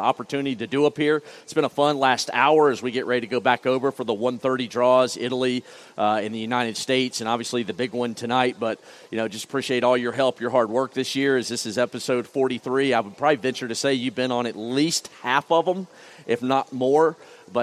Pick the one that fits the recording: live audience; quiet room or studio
live audience